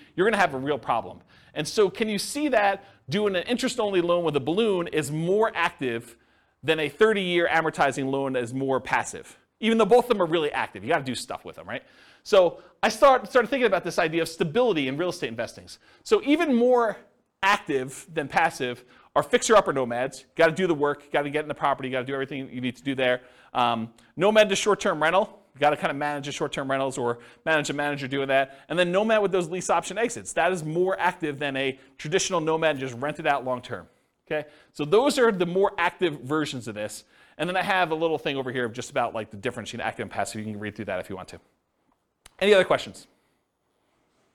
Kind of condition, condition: setting, live audience